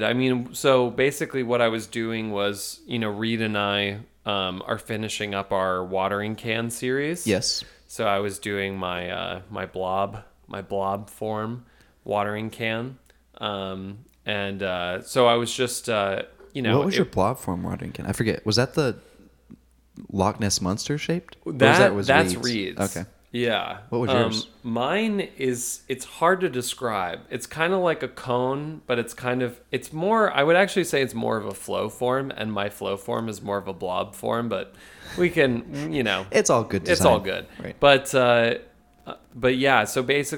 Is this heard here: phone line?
no